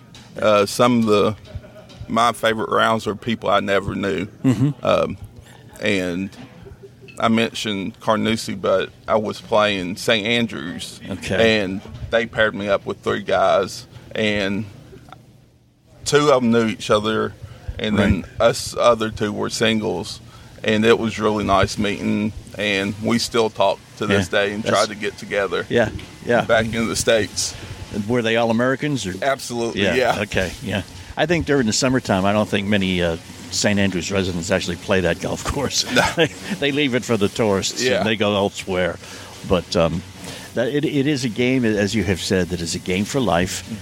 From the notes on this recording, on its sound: live from Prairie View Golf Course in Carmel, Indiana for the Capital Golf Amateur Tour’s Wounded Warrior Classic